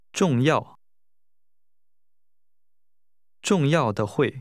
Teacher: Important is pronounced with two falling tones.